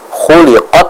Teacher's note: kita membaca huruf ta yang sukun ini dengan menghentikan atau memberhentikan terlebih dahulu aliran suaranya. · Term: sifat syiddahnya